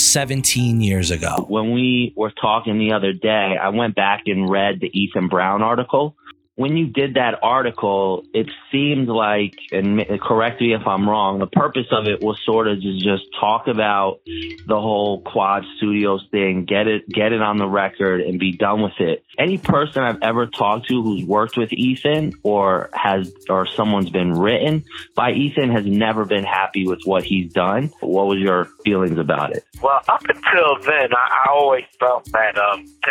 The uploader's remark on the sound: This Bonus Episode contains unedited phone calls.